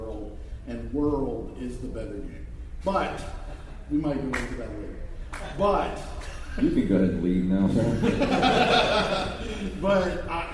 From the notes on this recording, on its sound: Live Panel from Gulf Coast Fan Fest 2018. Gulf Coast Fan Fest in Biloxi, MS.